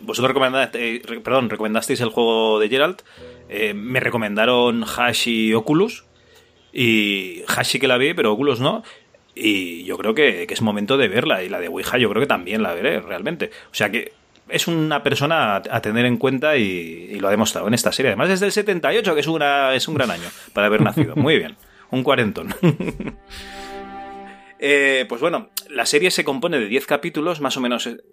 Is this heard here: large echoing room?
no